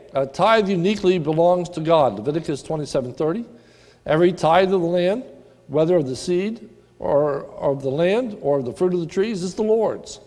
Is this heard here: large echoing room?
yes